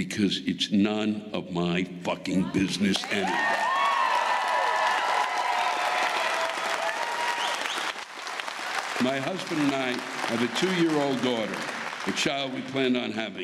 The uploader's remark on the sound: This week’s live rants come from the Embassy Theater in Fort Wayne, Indiana.